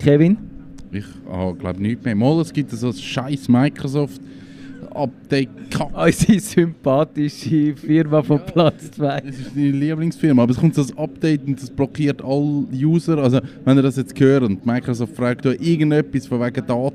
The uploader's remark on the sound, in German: Traditionsgemäss senden wir auch heuer wieder von der Rampe, also live und openair vom Theater am Gleis.